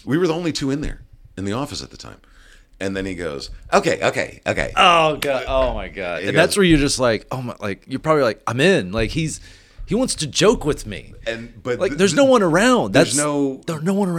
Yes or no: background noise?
no